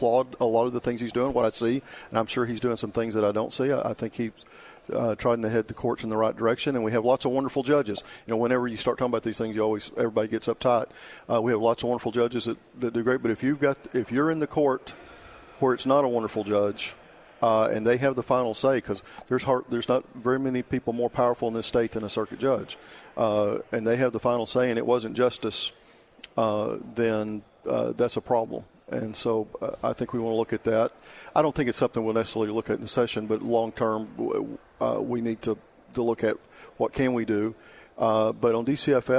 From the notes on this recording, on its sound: Live at the State Capitol for Filing Day